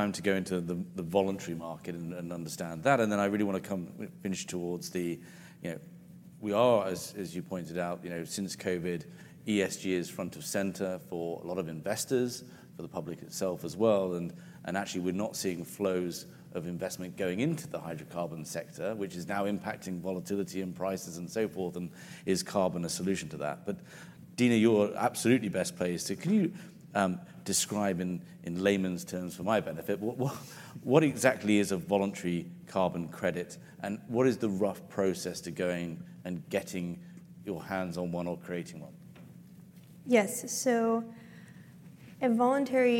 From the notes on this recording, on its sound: Panel discussion. Recorded at the Reuters Event’s USA Commodity Trading 2022 in June.